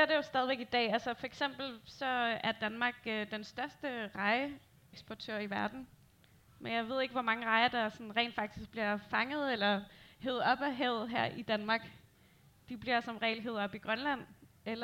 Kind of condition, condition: setting, busy venue